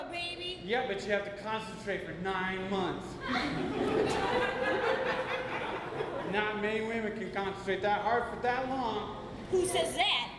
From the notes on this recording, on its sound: Live at The Establishment. In this LIVE uncensored episode of Wisenheimer: The Podcast - recorded in front of a wonderful crowd at The Establishment on April Fools Day!